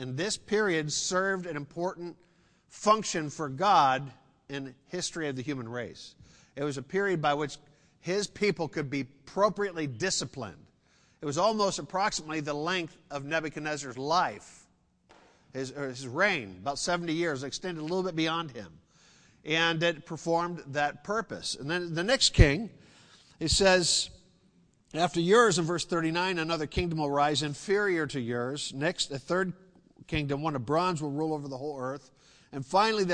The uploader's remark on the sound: Sunday Service